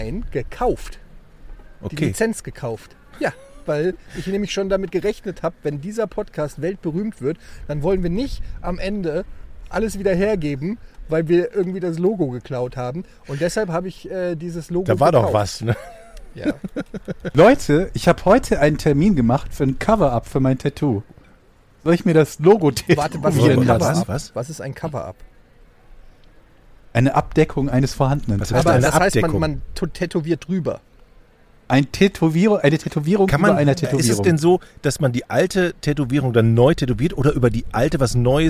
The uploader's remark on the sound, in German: Live vom OMR Festival